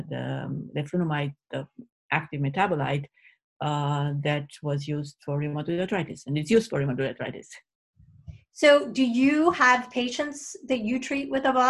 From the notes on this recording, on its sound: This interview was originally recorded as part of The MS Gym's 2020 virtual Thrive Summit